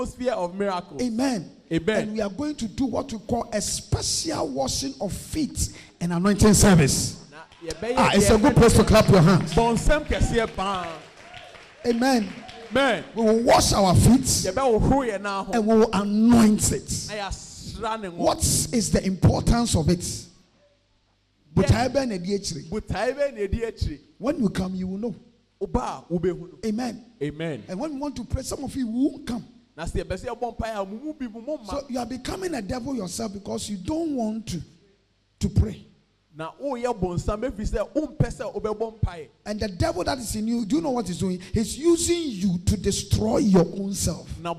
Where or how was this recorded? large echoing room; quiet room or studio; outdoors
large echoing room